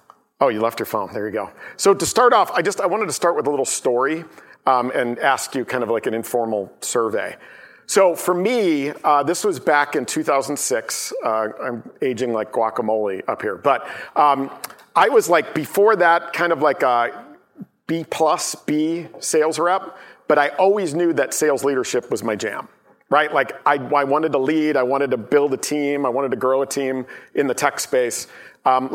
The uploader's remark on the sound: live from the Chicago Roadshow for Pavillion